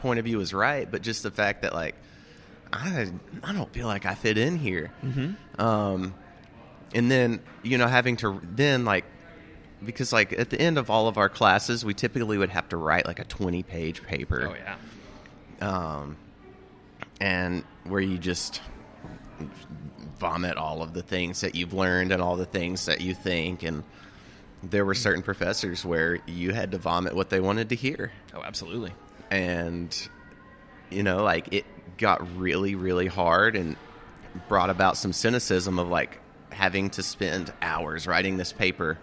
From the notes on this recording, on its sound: Wishful Drinking is always recorded live in Downtown Tyler, Tx at The Foundry Coffee House over a delicious cup of coffee.